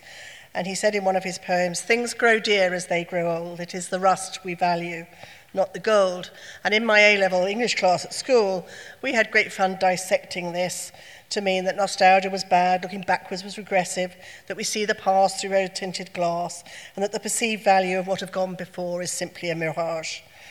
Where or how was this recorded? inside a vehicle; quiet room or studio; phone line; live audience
live audience